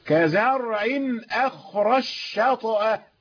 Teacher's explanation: الجيم أدغمت في الشين في قوله تعالى كزرع أخرج شطأ